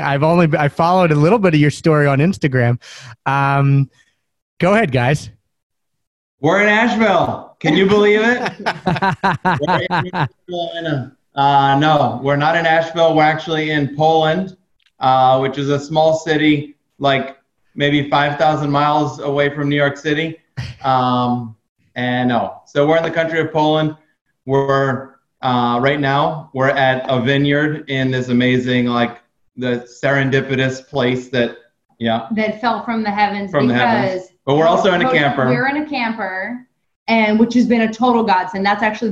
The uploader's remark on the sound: record them with a LIVE audience via Zoom